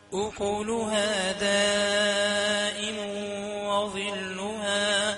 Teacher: خلي المادة أربع حركات يكفي أربع حركات بالنسبة للمنفصل والغنة بمقدار حركتين